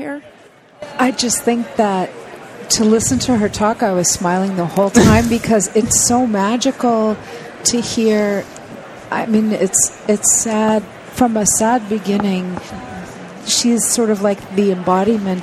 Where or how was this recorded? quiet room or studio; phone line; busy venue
busy venue